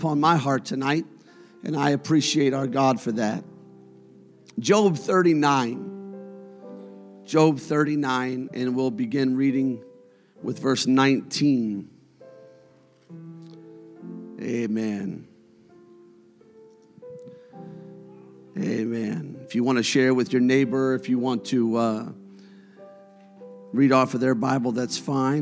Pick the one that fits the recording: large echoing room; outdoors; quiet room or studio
large echoing room